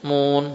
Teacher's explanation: sempurnakan dhammah nun sehingga tidak ada ghunnah pada wawunya